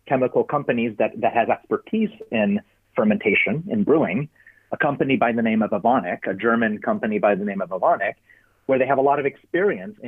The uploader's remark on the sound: Sound quality: Studio and telephone